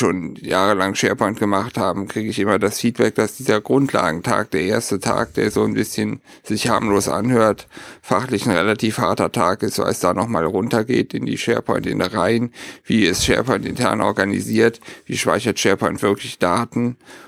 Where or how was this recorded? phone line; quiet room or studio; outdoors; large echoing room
quiet room or studio